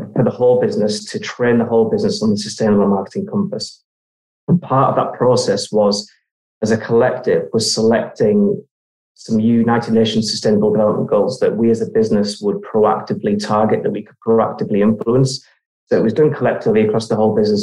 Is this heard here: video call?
yes